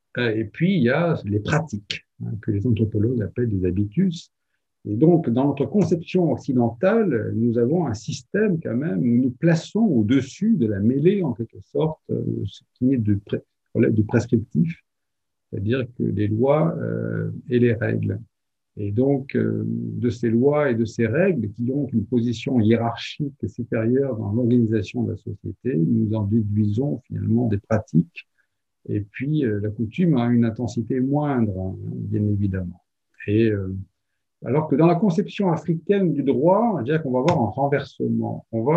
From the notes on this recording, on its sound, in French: Enregistré sur Zoom le 12 avril 2021 dans le cadre du sémainaire "Patrimoine africain".